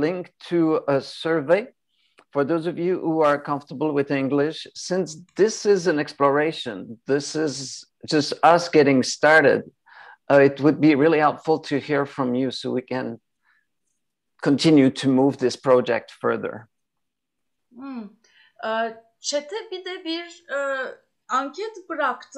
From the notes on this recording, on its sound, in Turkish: Zoom üzerinde